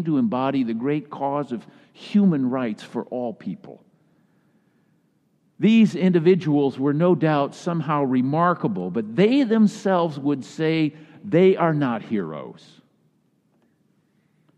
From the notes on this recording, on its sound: Message delivered during the Tradtional Worship Service.